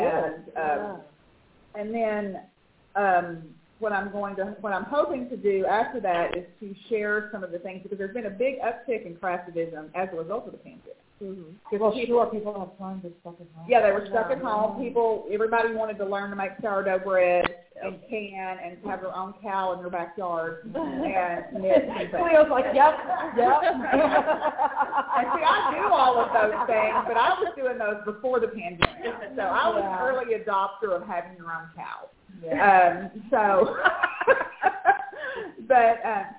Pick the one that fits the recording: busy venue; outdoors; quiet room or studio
busy venue